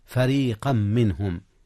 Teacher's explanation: يعرفون أبناءهم، وإن فريقا منهم، جاء الإدغام هنا يا أستاذنا، إدغام تنوين فريقا في ميم منهم، فريقا منهم إدغام بغنة